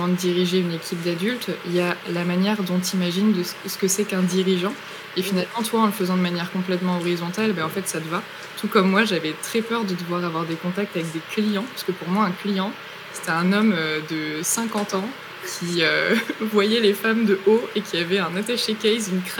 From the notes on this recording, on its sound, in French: Petit avertissement : cet épisode revient de loin avec des soucis techniques qui ont altéré la qualité du son et ce malgré les interventions des membres de l’équipe d’E-teachers.